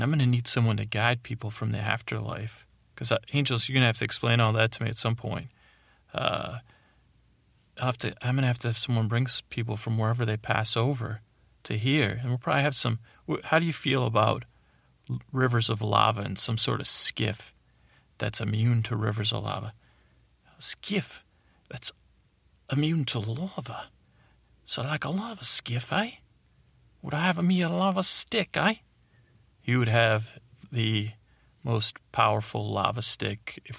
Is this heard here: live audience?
no